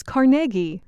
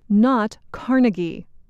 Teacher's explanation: The stress is on the middle syllable. · Shown in: first take